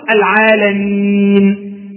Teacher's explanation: طيب لو وقفت سوف أقول العالمين، إذا هذا السكون الذي وقفت عليه في كلمة العالمين سكون عارض بسبب الوقف